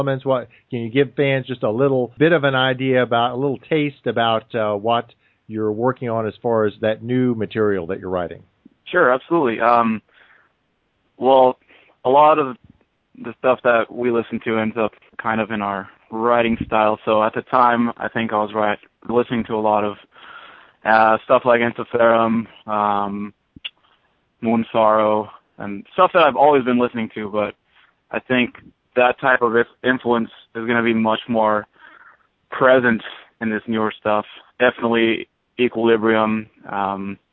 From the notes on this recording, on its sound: on the call in this metal artist interview